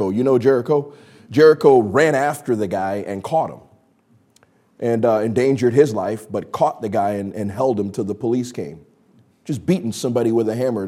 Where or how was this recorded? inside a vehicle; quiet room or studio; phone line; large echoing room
large echoing room